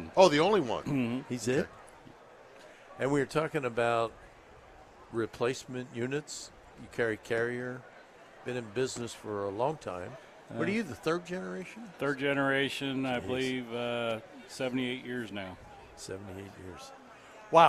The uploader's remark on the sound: live from the Home and Garden Show